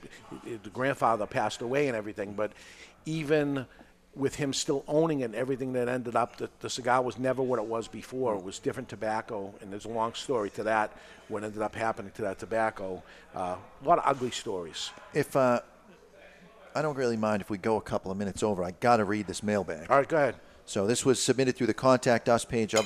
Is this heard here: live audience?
yes